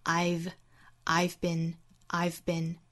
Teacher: 在 I 这个音发完整之后，尾部带一个上齿摩擦下唇的 V 的发音